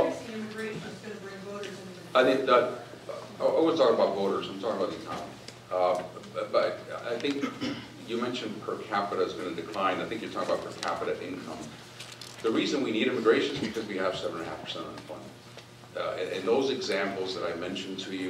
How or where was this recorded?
live audience